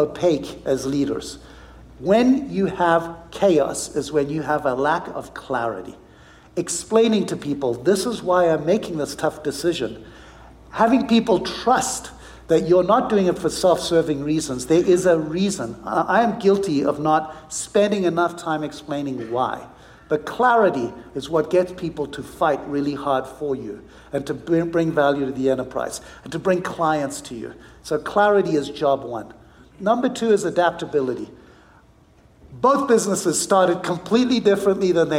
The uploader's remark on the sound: on stage earlier this week at the inaugural Wealth/Stack Conference in Scottsdale, Arizona